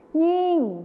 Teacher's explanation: จะเป็นยิ่งเสียงขึ้นจมูกนั่นเอง